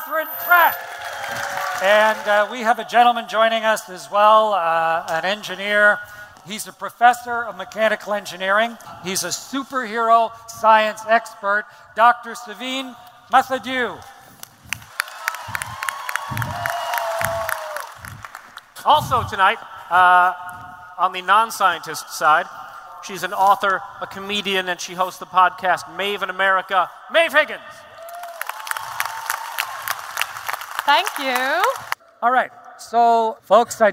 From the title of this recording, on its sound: StarTalk Live! from Future Con